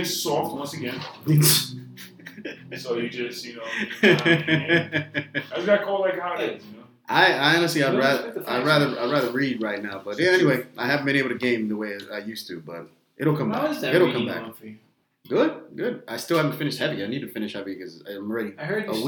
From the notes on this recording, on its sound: Please excuse the audio as always...